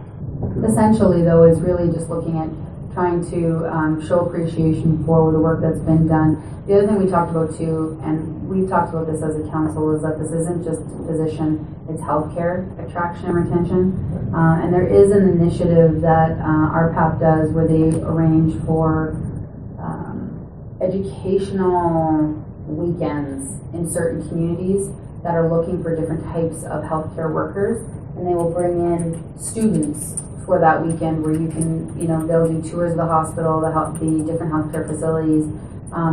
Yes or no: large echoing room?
yes